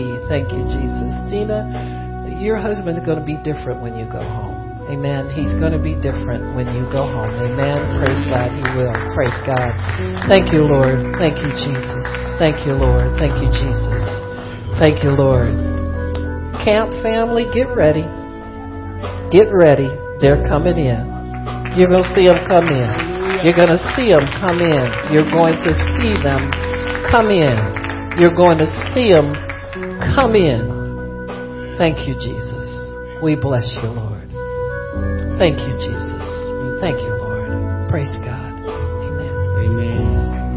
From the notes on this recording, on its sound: Prophecy given February 14, 2016 at the GATHERING OF EABLES CONFERENCE